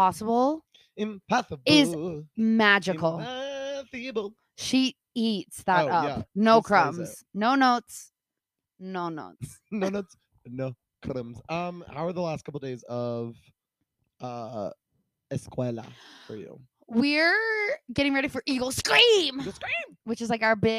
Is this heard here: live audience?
no